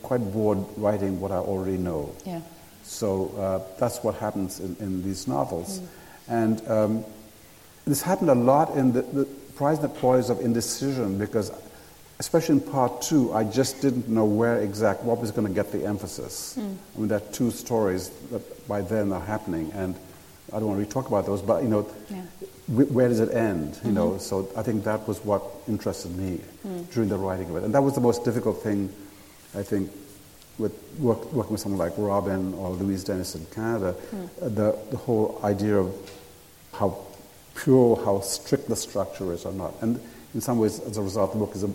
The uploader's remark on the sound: at a Guardian Live event